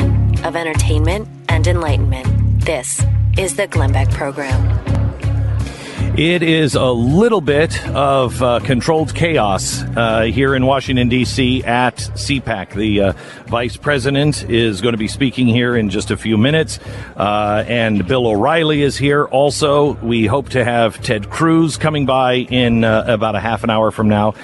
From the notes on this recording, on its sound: Live from CPAC